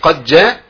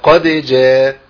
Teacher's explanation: يبقى ناخد بالنا من قلقله الدال · Shown in: second take · عشان نفصل بين الدال والايه والجيم.